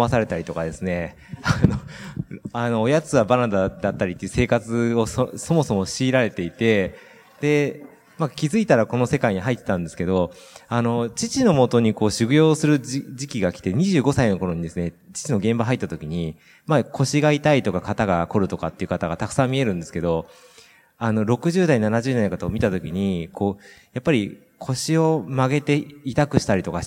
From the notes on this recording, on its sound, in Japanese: 北海道「丘のまち びえい宮様国際スキーマラソン」大会終了後公開収録にて対談をさせていただきました。